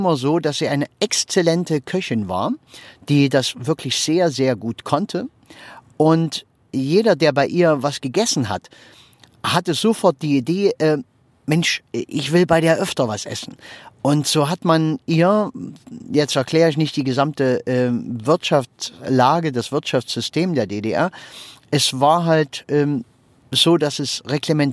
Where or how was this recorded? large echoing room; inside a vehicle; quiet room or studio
inside a vehicle